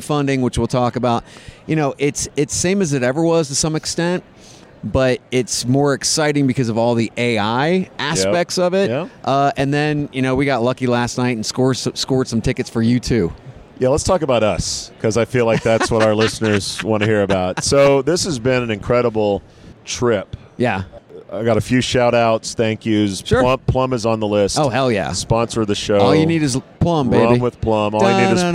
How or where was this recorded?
busy venue